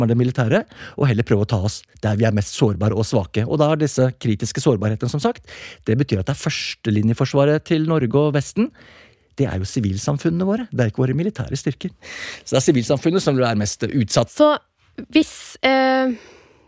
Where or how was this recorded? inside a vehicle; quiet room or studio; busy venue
quiet room or studio